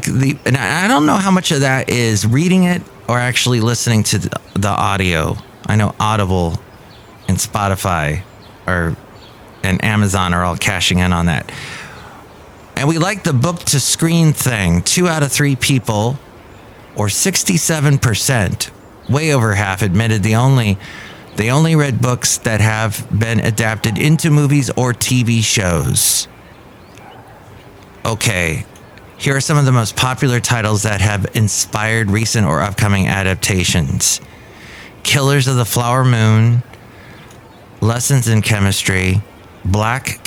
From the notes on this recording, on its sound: podcasts live from Café Anyway